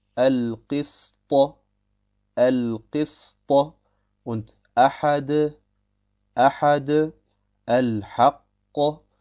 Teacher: Man muss den Ton der Qalqala freien Lauf lassen und darf ihn nicht durch eine Hamsa abbrechen.